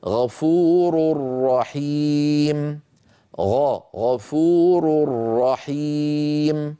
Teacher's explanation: الإدغام كامل ولم يبق من التنوين يعني من النون الساكنة شيء، يكون النطق هكذا غفور رحيم، غفور رحيم. · Term: الإدغام الكامل